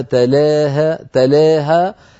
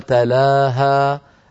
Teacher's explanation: هناك من أمال رؤوسها تلاها تلاها بتقليل تلا، ومنهم من فتح قال تلاها